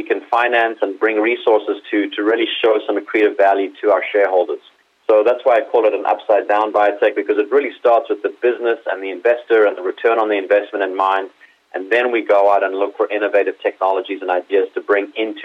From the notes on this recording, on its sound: called in to SmallCapvoice